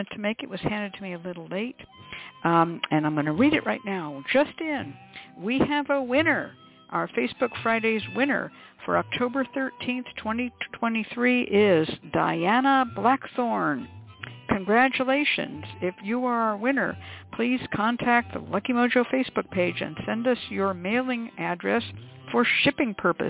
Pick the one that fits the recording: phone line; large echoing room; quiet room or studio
phone line